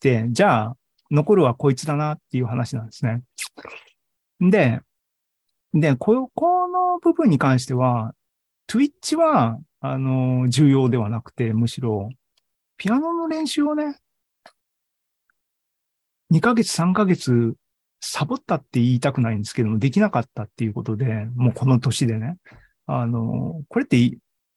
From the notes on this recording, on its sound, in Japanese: ２０２２年９月２８日に開催した ZOOMライブの模様です。